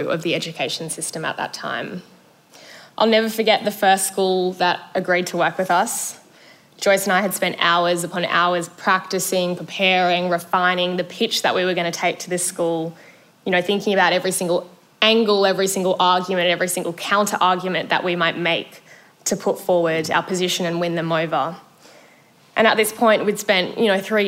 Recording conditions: live audience